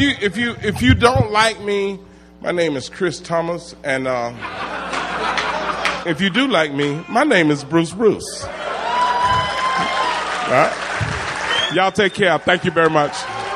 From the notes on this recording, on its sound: recorded at the Houston Improv